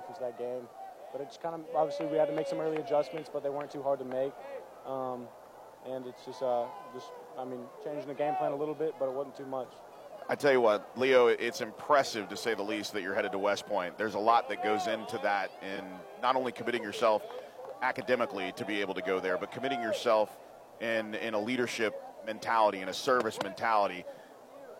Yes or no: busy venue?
yes